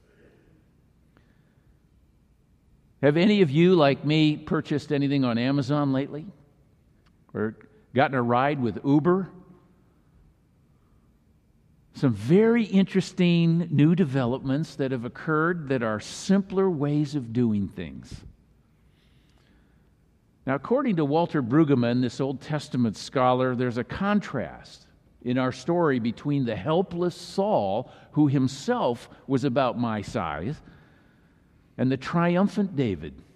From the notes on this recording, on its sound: Messaged delivered during the Traditional Worship service.